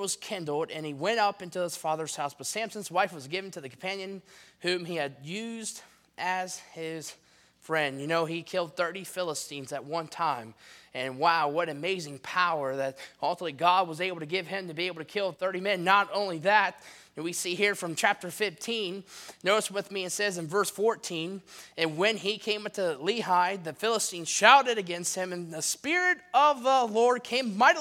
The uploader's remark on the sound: in the Sunday Evening Service on August 6, 2023, at Victory Baptist Church in Boonsboro, Maryland